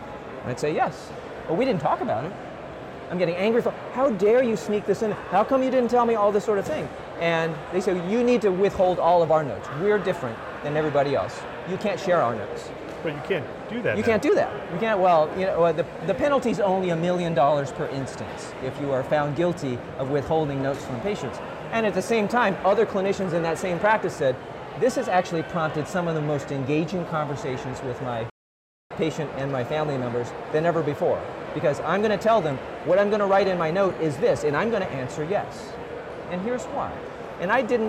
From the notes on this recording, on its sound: It’s an Interview in Action live from CHIME’s Fall Forum.